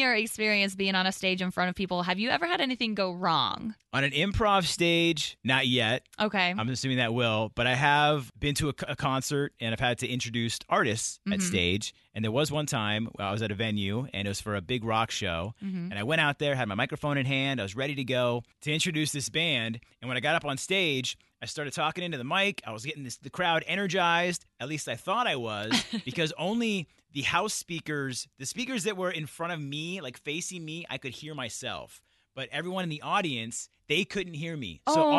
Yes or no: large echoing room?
no